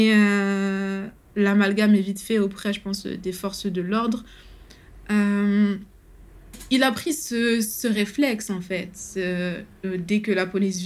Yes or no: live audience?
no